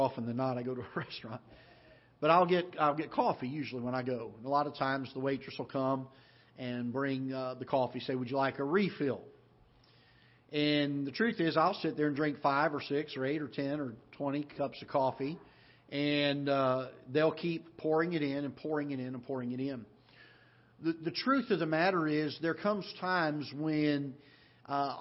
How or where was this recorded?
large echoing room